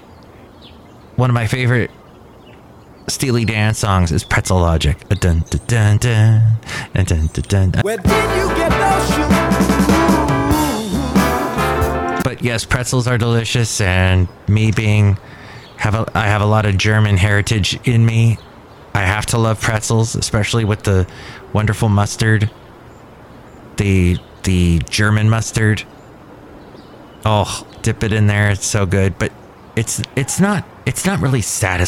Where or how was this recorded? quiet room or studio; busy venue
busy venue